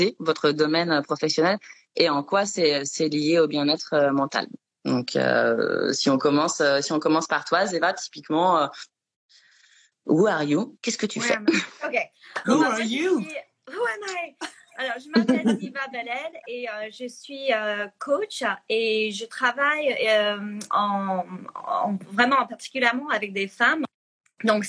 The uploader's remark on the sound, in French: Lors du premier live Instagram